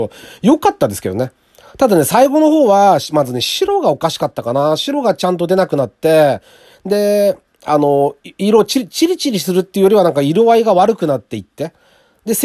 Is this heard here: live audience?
no